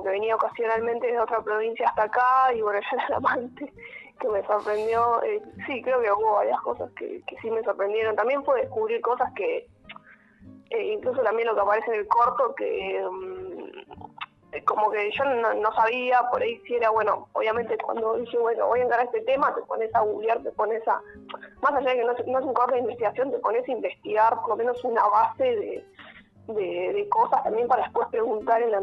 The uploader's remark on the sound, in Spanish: Charla Telefonica